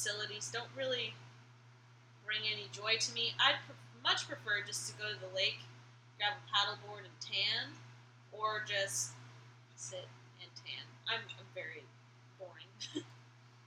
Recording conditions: uneven or low level